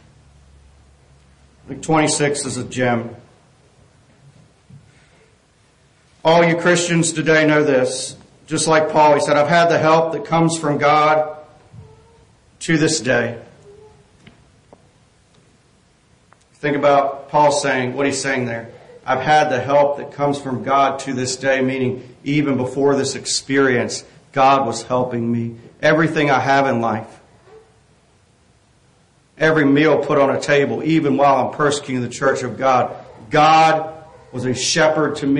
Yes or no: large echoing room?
yes